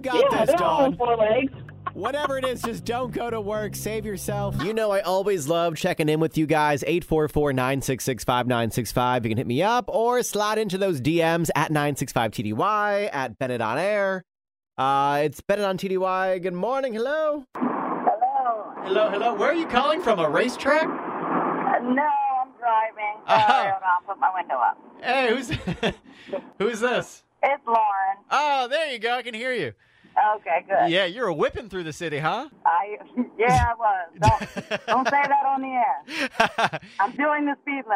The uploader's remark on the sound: Listeners call.